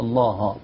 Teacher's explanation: تفخيم أو تغليظ لام لفظ الجلالة من ترقيق الهاء